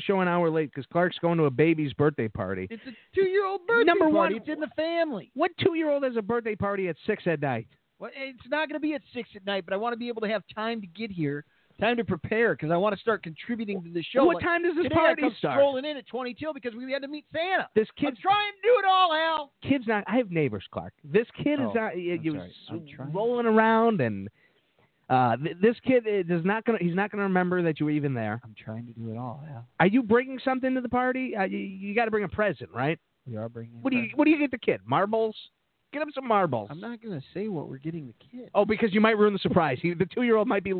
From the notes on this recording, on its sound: Live At The Sports Attic. The phone lines are open and call in's are welcome.